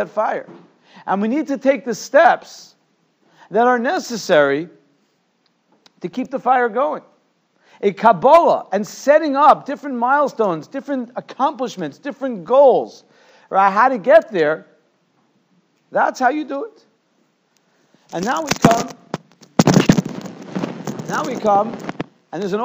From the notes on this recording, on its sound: Shiur recorded in Yeshivas Ohr Reuven, Monsey, NY.